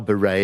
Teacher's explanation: When the Americans find words which come from French, where you have a stress on the last syllable, like perfume, they tend to keep that stress and it contrasts with ours.